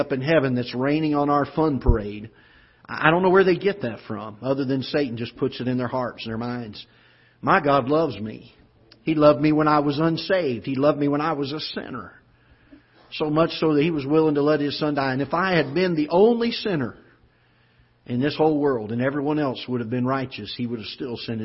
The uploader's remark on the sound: Ketha Heights Baptist Church ~ Live Broadcast